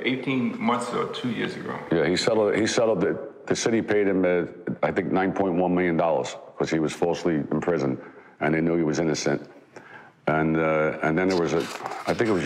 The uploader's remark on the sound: live at their turkey drive